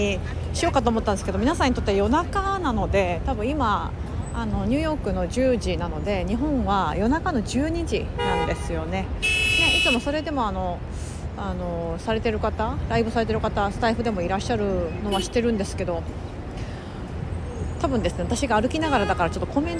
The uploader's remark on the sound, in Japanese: NYを歩きながら雑談。